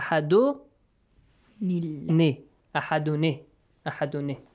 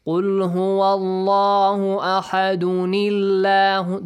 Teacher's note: So Hamzatul Wasl will be skipped and the tanween will get the sound of noon with kasra. Ahadun, dun, this noon sound will have a kasra.